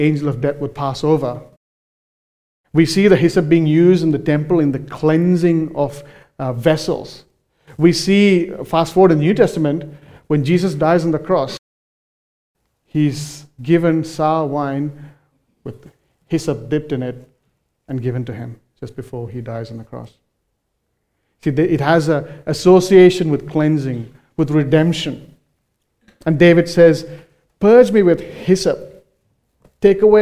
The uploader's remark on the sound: recorded live at Grace Community Bible Church